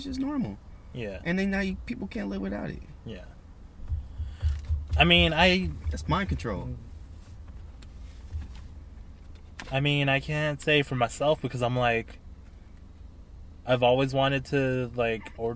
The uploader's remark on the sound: jump in the car